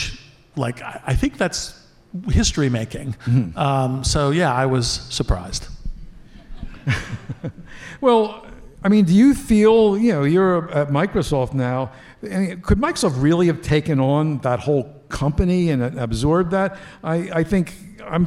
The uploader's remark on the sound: Live on Stage. A very special session from the recent LiveWIRED event celebrating WIRED’s 30th anniversary.